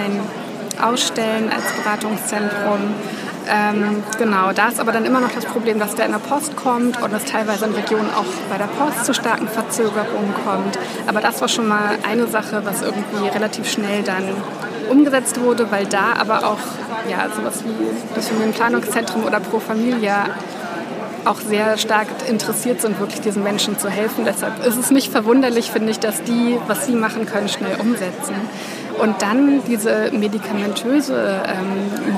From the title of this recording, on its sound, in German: Gespräch vom »Markt für nützliches Wissen & Nicht-Wissen«